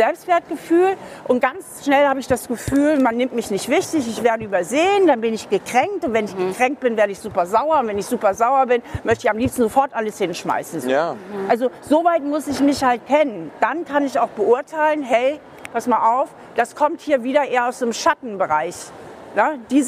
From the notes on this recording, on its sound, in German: live auf dem FFF DAY